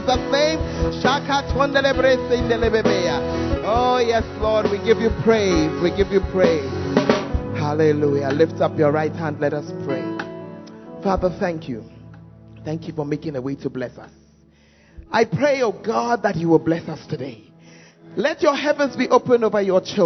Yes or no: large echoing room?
yes